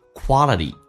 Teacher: 最后一个 t 发 d，两个元音中间辅音要被浊化 · Term: 美式发音